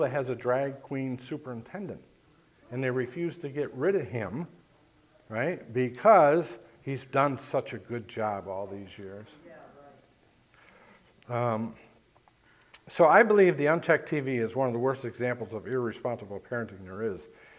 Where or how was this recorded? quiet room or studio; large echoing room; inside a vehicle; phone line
large echoing room